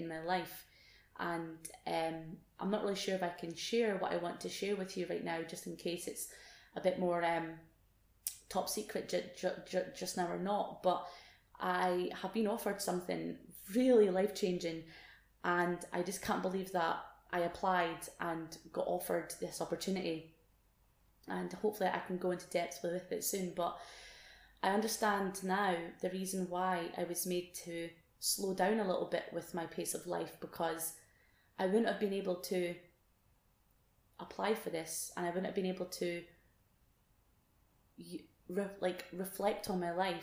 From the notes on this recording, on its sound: Todays episode isn't the best sound quality as I forgot how to connect my mic.